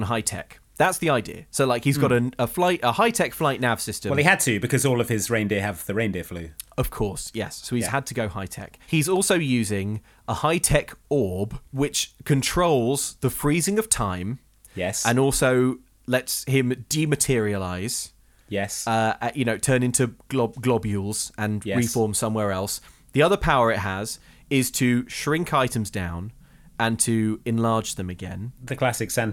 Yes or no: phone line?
no